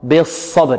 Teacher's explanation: الصاد تخرج من طرف اللسان وبين الثنايا العليا والسفلى وهي مستعلية مفخمة، والاستعلاء هو ارتفاع أقصى اللسان ومطبقة، والإطباق هو التصاق اللسان بالحنك الأعلى.